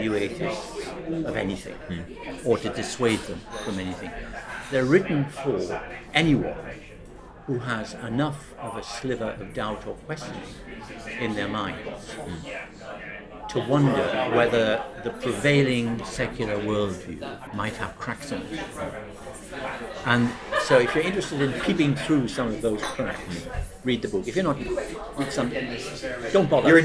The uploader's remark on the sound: The conversation was recorded in a hotel bar in central London, so there is some background noise.